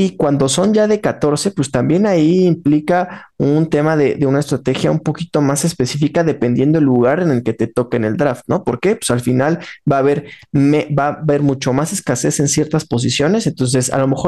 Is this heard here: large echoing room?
no